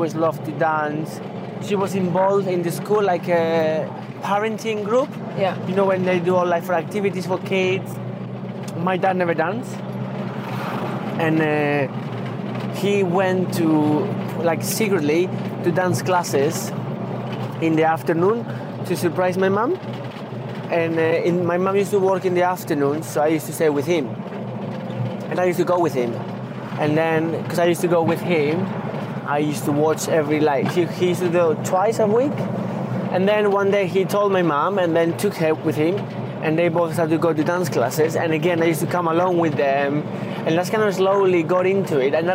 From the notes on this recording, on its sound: A beautifully restored 1964 VW Samba Bus for the drive around the Manchester Arena, Hits Radio, Bury Golf Club and Bury Cemetery. Given its vintage, the Samba is a little noisy at times; but what she lacks in sound proofing, she makes up for in style!